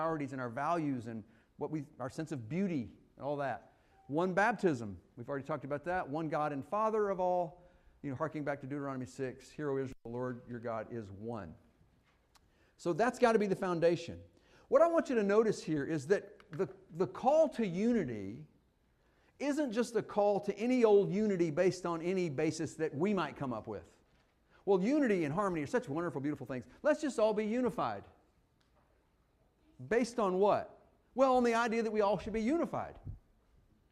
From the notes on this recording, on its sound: Fuquay-Varina church of Christ sermon audio